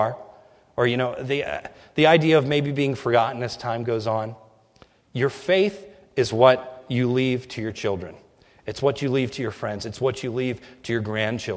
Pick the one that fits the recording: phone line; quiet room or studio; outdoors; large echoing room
large echoing room